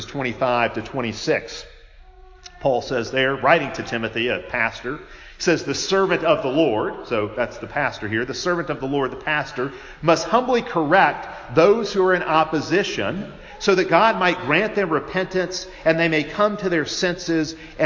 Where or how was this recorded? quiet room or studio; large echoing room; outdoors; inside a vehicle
large echoing room